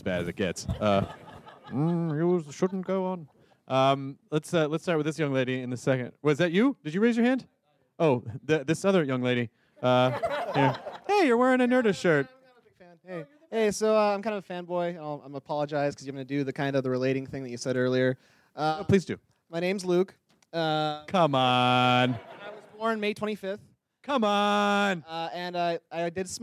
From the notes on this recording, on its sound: recorded this in front of a live audience at the "BAFTA Los Angeles Behind Closed Doors Evening